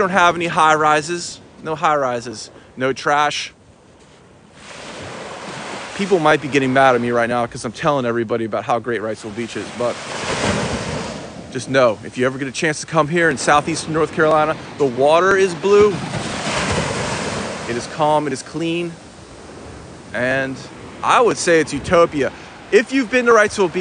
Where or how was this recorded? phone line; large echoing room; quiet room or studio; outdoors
outdoors